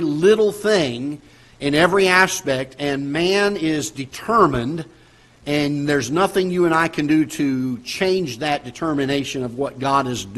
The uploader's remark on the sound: Ketha Heights Baptist Church ~ Live Broadcast